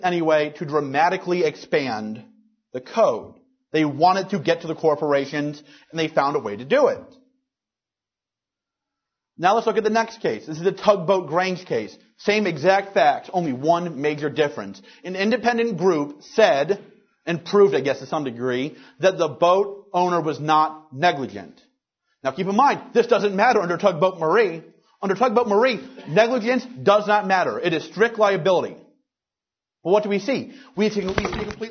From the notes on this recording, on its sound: Recorded March 13th, 2010, at the Ludwig von Mises Institute in Auburn, Alabama.